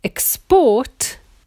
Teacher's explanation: So if you look at all those words beginning with X, for example, export, export is the noun, export is the verb. So the stress changes to the second syllable in the verb.